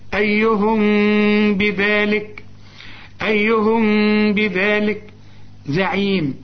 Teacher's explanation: عند الوصل الميم بعدها باء بيحصل اخفاء بغنة